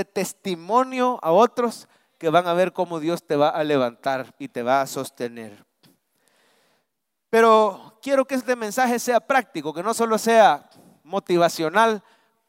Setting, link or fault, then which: setting, large echoing room